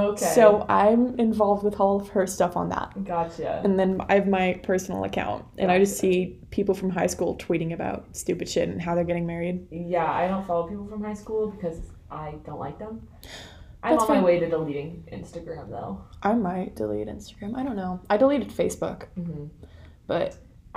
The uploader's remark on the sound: Apologies for the audio, we're poor college students, and we recorded this in the library